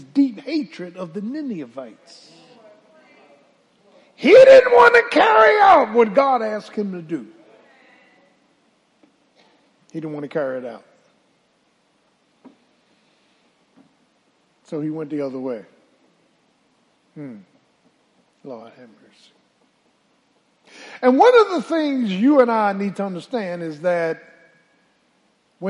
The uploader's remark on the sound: Sunday Morning Service 8.20.23 - Audio